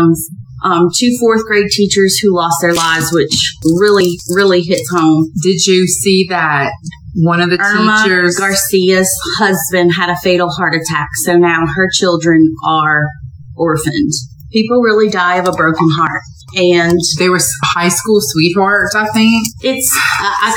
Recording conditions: poor sound quality